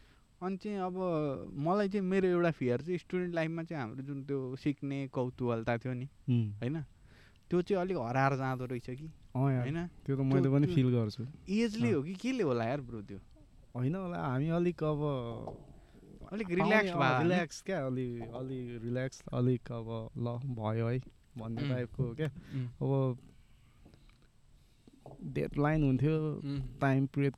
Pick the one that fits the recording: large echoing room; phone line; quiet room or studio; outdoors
outdoors